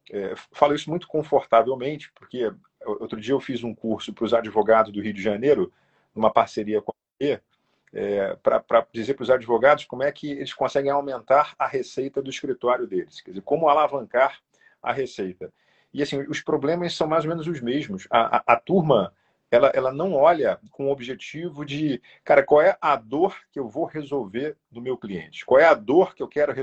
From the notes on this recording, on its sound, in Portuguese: proveniente de uma live realizada no nosso perfil do instagram